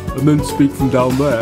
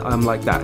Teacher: So by lowering your larynx, you sound a bit deeper. · Shown in: first take